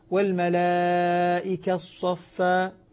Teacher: الآن لو أني أردت أن آتي بالإشمام والملائكة الصفة، لما نطقت إدغام التاء بالصاد عند الإدغام عند بدء الإدغام أعطيت إشارة الفم، فعلم أن التاء قبل أن تدغم كانت مضمومة